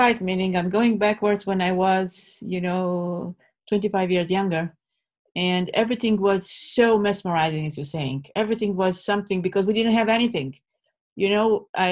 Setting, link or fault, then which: link, video call